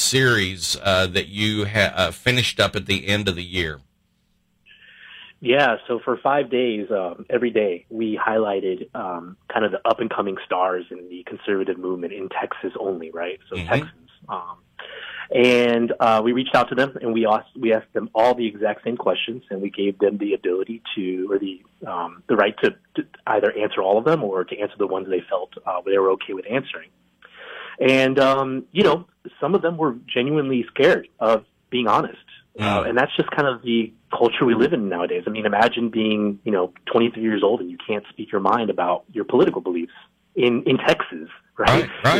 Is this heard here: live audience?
no